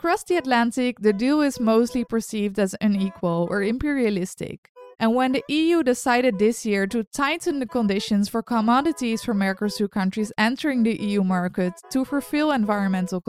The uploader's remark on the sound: Sounds extracted from her intervention at an event organised by the organisation Espírito Mundo on October 25th in Brussels.